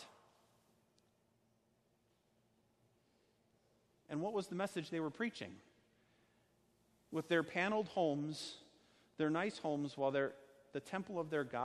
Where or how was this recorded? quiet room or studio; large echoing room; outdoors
large echoing room